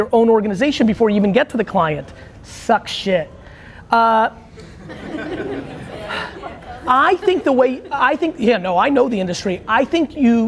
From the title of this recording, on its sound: Keynote & Q&A With Young Creatives at Cannes